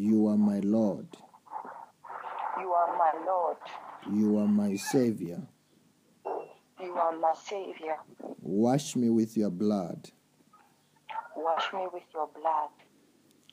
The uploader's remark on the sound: Deliverance in Namibia over the phone.